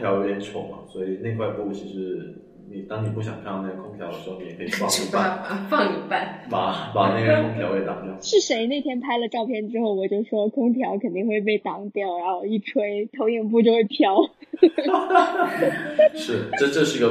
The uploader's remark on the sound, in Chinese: 在场还有两位热心听众旁听。由于第一次在实体店里录音，经验欠缺导致音质不佳，场面有些混乱，还请见谅。